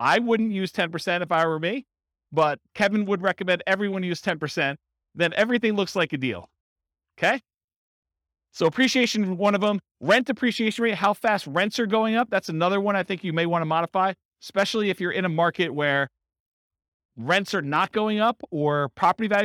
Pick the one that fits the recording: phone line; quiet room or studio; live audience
live audience